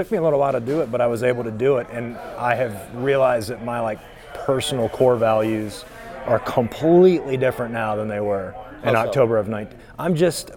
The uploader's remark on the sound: we come to you live from Memphis Tennessee, home of Memphofest Music Festival